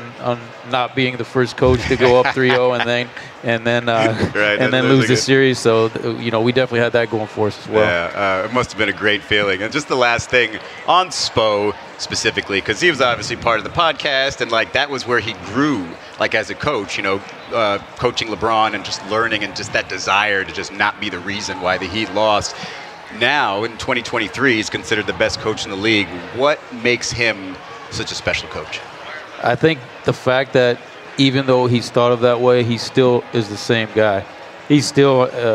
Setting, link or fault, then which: setting, busy venue